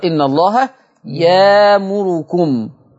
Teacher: لما نبص على همزة ساكنة أخرى، إن الله يامركم، هي يأمركم، يامركم هتبدل الهمزة الساكنة بألف لأن الياء مفتوحة، لأن الياء مفتوحة فتقرأ إن الله يامركم. · Term: إبدال الهمز الساكن